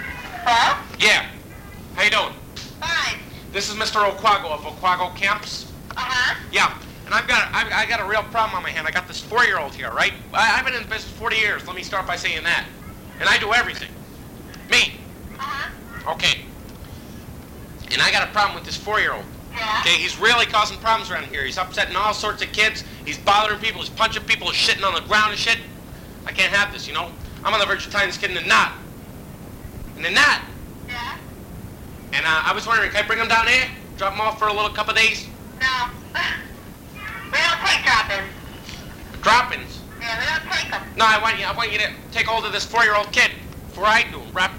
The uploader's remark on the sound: Prank Phone Calls